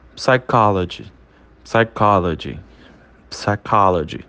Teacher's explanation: O P, ele é bem levinho ali e a gente considera ele mudo. · Term: silent P